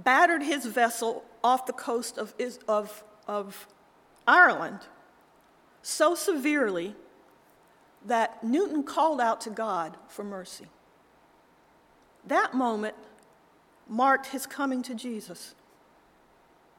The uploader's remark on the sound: Audio from our 9:00am Worship Livestream.